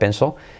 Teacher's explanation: L al final de palabra, casi no se pronuncia